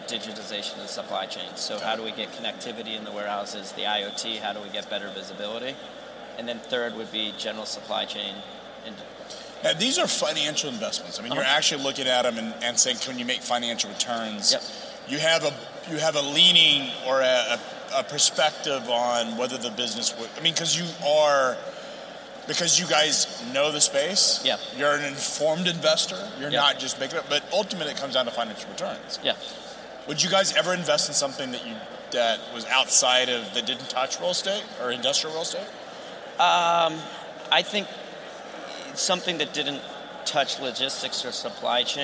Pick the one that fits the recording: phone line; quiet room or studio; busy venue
busy venue